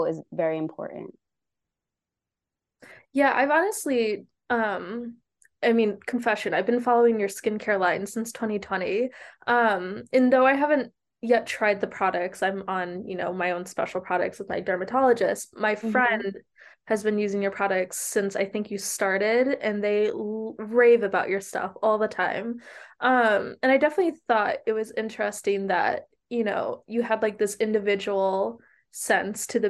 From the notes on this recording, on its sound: In a zoom interview